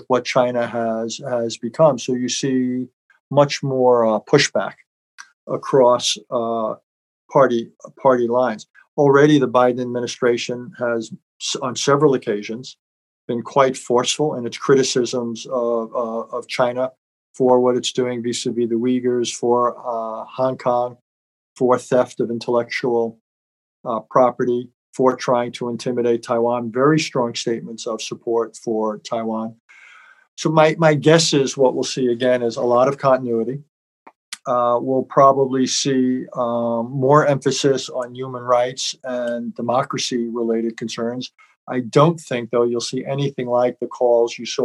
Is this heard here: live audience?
no